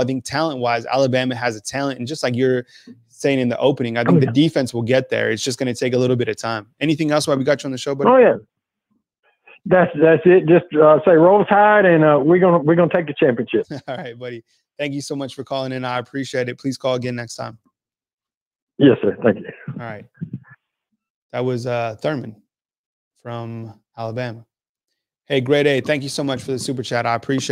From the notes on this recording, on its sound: takes your calls on the BamaInsider Call-in show